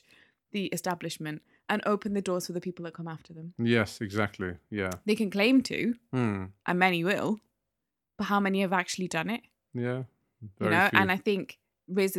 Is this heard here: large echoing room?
no